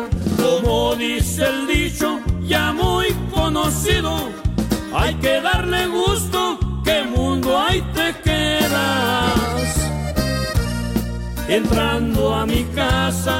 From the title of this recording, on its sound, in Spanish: En vivo desde el Baúl